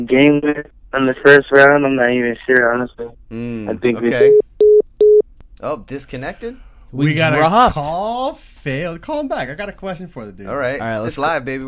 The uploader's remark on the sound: jam packed with phone calls